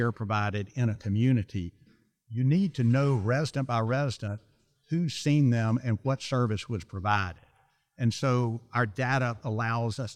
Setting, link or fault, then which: setting, busy venue